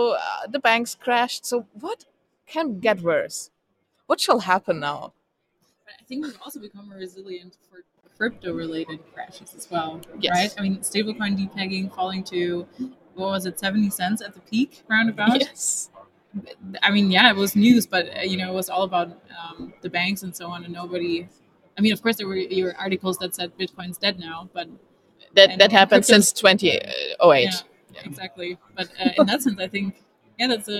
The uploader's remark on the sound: LIVE at the Crypto Assets Conference 2023A in Frankfurt